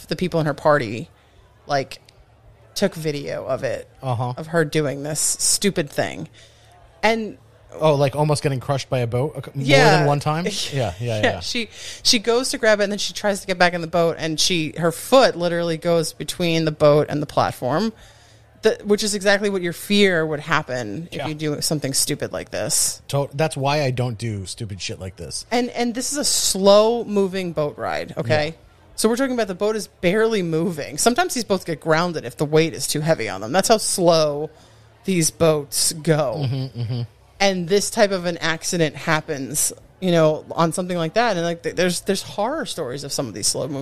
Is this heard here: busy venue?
yes